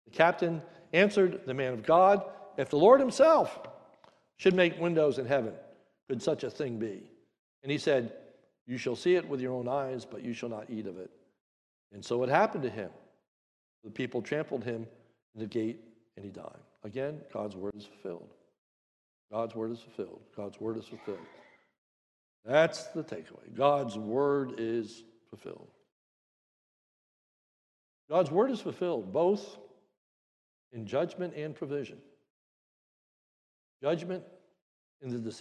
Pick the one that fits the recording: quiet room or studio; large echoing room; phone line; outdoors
large echoing room